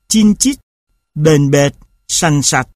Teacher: các phụ âm cuối ng, kh đi sau các nguyên âm hàng trước bị kéo lên trước và trở thành nhờ, k. · Term: thích nghi xuôi